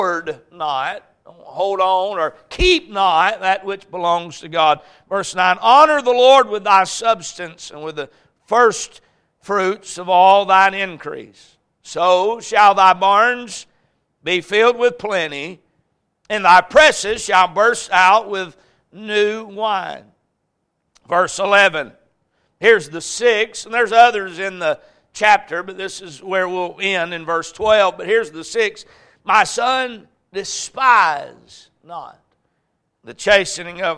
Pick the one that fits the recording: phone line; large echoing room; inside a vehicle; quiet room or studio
large echoing room